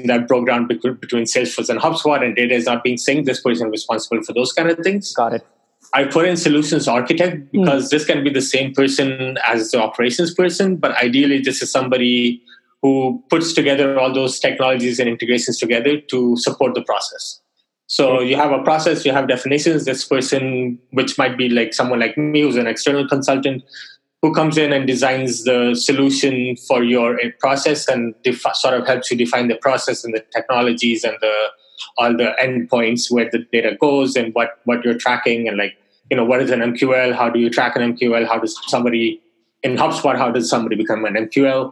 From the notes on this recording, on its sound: Webinar Audio. This is the audio of a webinar I did with LeadSift .